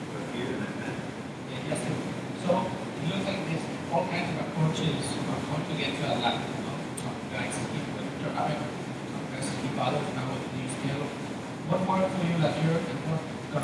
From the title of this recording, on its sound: Wednesday morning press interviews live from the WGC- FedEx St. Jude Invitational